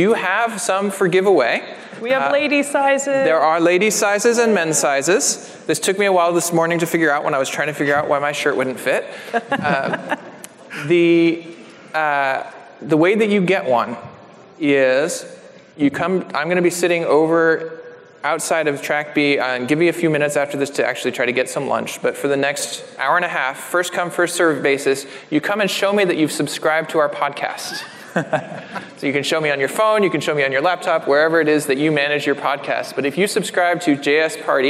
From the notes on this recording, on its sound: LIVE from JSConf!